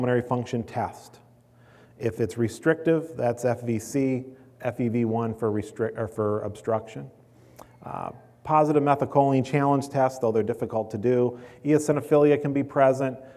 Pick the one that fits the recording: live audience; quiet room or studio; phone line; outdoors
live audience